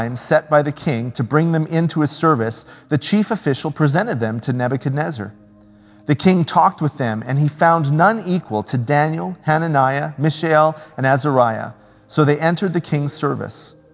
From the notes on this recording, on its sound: speaks at SouthRidge Fellowship, a Langley church